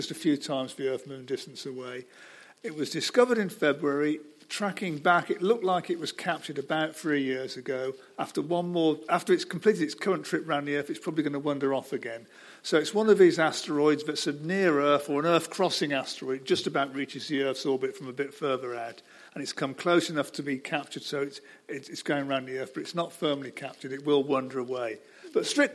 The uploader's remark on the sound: Audience Questions: Naked Scientists LIVE! Here are a few extra bits from our live show as part of the Cambridge Science Festival.